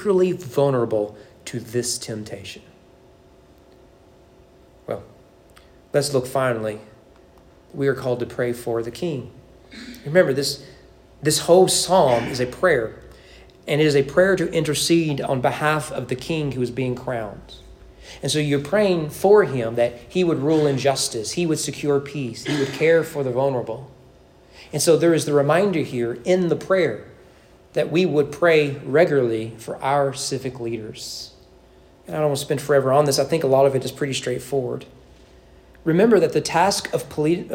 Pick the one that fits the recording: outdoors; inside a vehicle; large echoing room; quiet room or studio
large echoing room